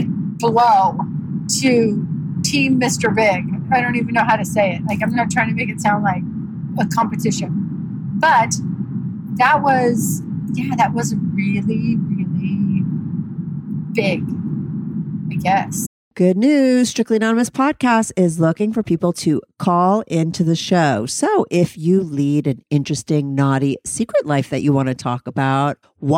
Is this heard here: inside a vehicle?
yes